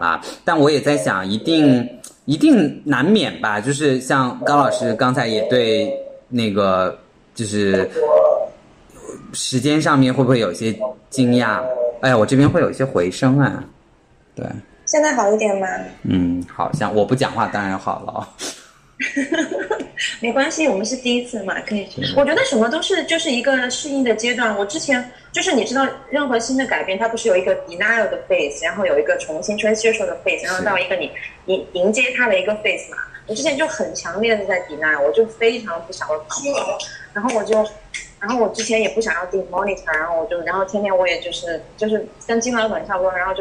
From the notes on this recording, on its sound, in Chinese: 第一次远程录音实验成功（超激动）！